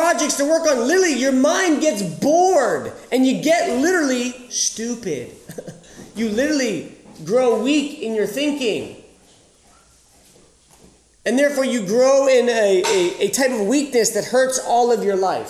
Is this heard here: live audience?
yes